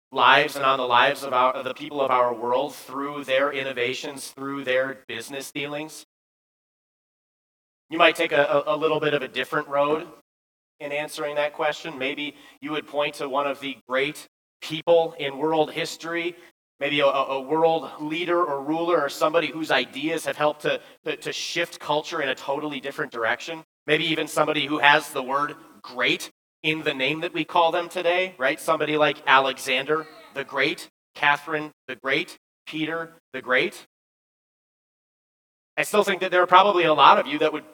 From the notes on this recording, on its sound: Bethany, Appleton, WI. At Bethany's Sunday worship.